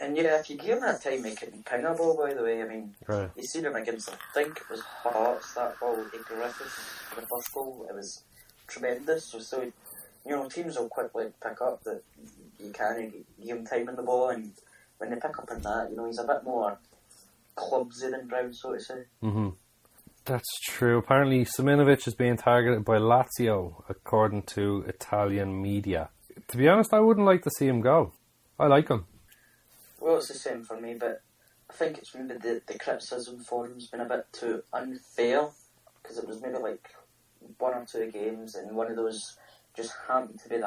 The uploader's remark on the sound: We had a bit of an issue with the audio this week